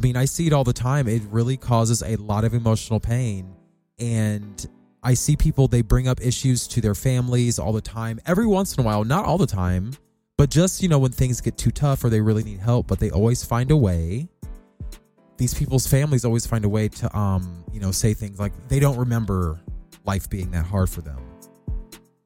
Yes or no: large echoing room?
no